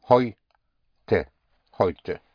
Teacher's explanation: Heute is spelled H-E-U-T-E. The E-U always has the sound of an oi.